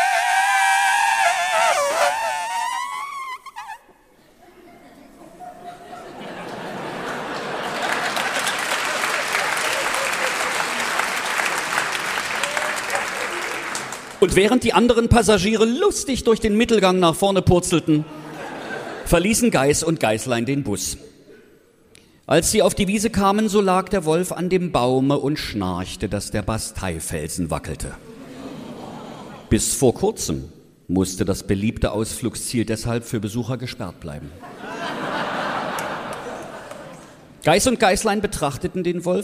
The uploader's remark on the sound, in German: Sachsens lustigster Podcast war auf großer Live-Tour mit IHREN Lieblingsmärchen. Hier ist der erste von fünf Mitschnitten aus dem Zentralgasthof in Weinböhla.